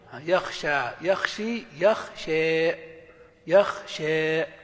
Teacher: والنوع الثاني الإمالة الكبرى، وهي إمالة الألف إلى الكسرة، إمالة الألف إلى الياء، يعني أن الألف لا تنطق ألفا خالصة ولا ياء خالصة، وإنما بينهما